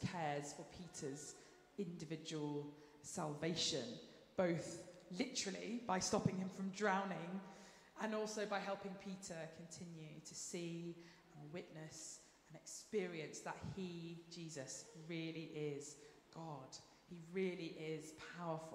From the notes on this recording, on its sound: Streamed live at St Paul's Shadwell.